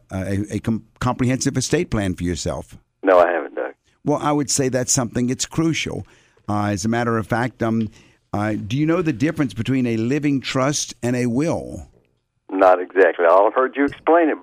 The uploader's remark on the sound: call-in show